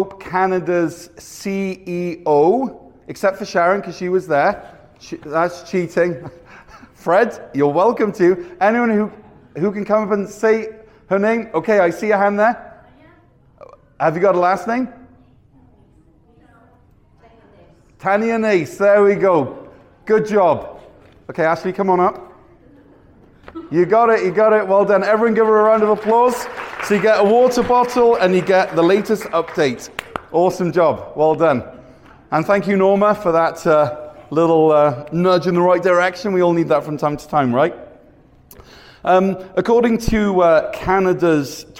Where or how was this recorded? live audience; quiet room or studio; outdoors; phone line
live audience